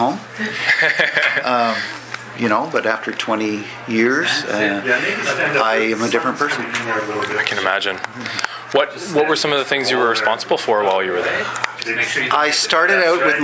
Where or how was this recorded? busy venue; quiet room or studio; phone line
busy venue